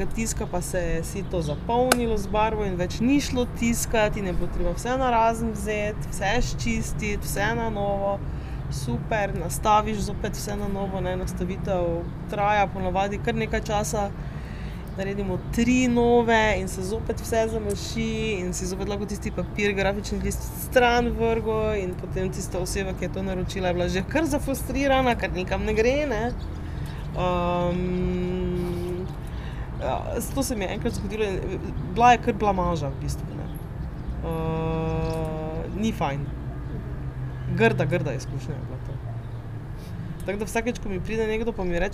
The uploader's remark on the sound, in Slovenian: na ulici pred hišo ter pred publiko